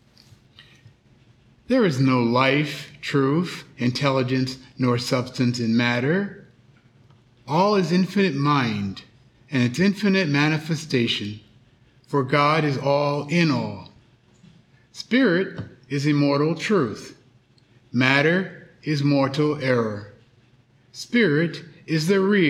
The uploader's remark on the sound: The Sunday service audio.